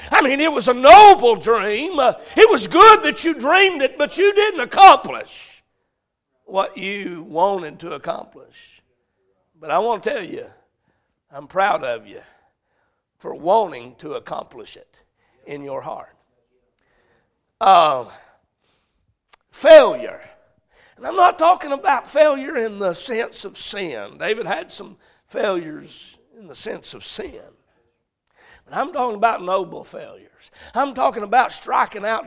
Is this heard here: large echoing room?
yes